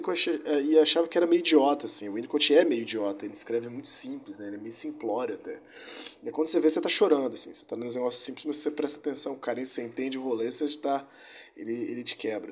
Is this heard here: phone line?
no